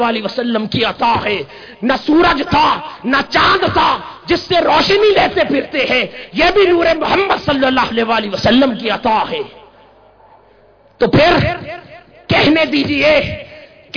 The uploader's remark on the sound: Event: International Mawlid un Nabi Conference 2010. Place: Minar e Pakistan Lahore.